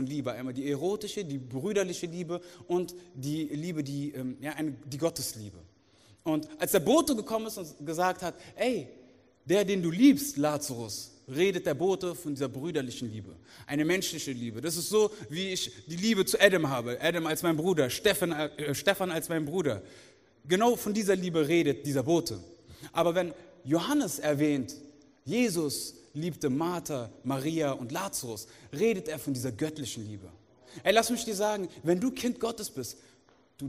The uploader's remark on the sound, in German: aus unserem Gottesdienst